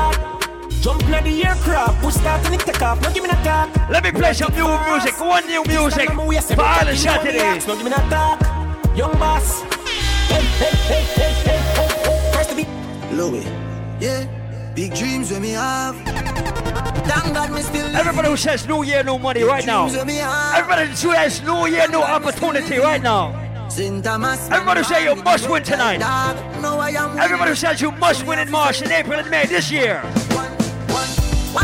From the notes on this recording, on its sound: LIVE AUDIO from Island Saturdays